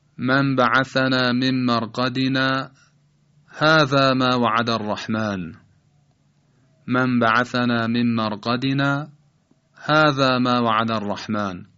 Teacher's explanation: سکوتی مختصر بین مرقدنا و هازا، و بعد ادامه قرائت بدون تجدید نفس · Term: سکت